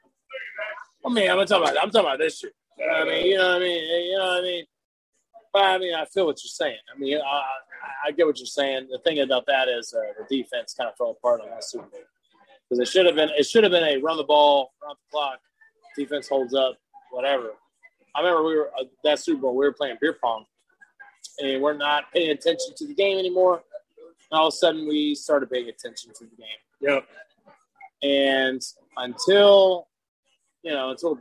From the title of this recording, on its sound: Live from The Red Balloon